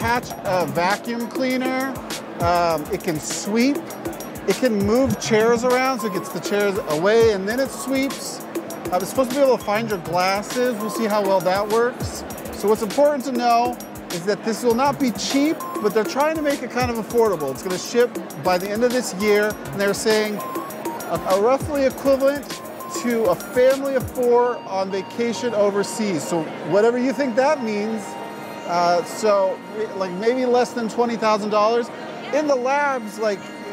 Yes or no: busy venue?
yes